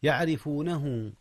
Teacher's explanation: يعرفونه، وقبل ذلك ترقيق الراء لأن الراء مكسورة، فإذا كانت الراء مكسورة أو قبلها كسر رققت.